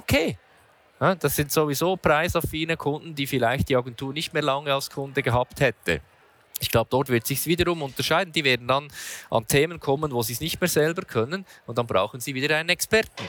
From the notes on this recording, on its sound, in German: am jährlichen Branchenevent IAM live 2023